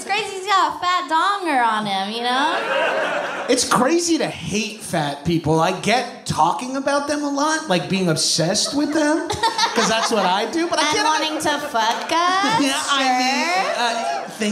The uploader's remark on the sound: a LIVE taping of High & Mighty in San Fransisco